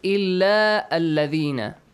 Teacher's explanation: since we are joining two words and hamzatul wasl will be in the between, it will be skipped.